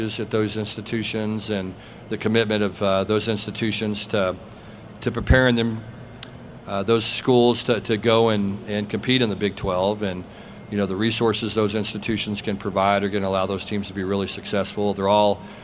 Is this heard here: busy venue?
yes